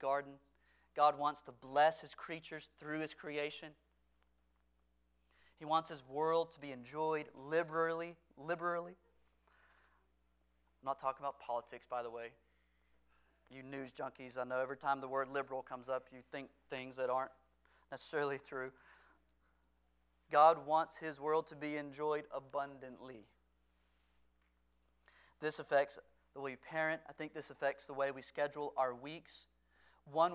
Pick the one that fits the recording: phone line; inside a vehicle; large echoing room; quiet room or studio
large echoing room